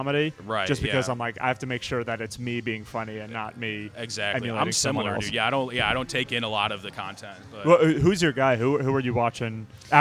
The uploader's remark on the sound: Recorded outside the comedy open mic at Wits End Saloon.